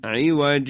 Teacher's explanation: وقتی ما میخواییم وقف بکنیم میگیم عوج که تنوین به الف تبدیل میشه، مثل وقفهای دیگه هیچ فرقی نمیکنه.